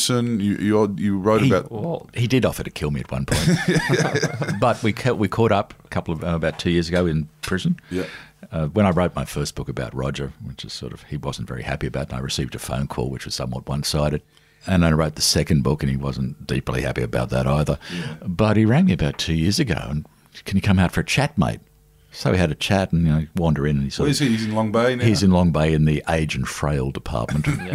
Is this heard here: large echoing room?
no